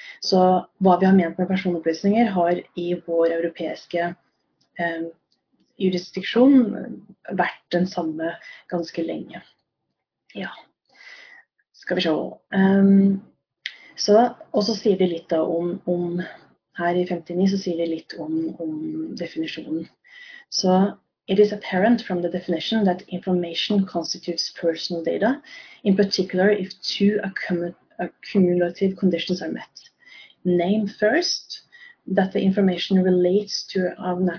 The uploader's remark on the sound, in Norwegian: Dette er et opptak fra en LinkedIn Live